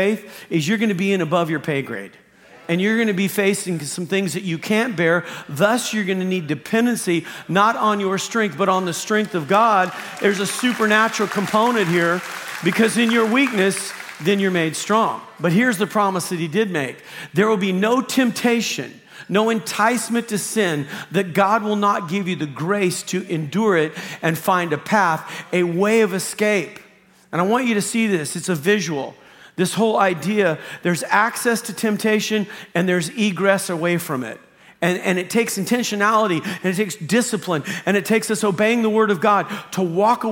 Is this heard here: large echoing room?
yes